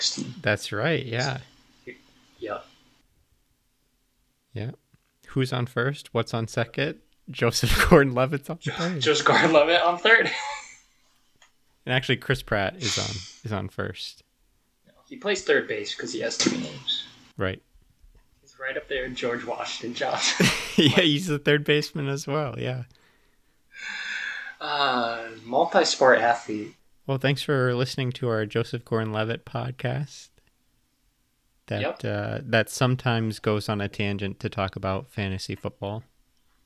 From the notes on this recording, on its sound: Apologies for the audio quality; still working through some new recording methods.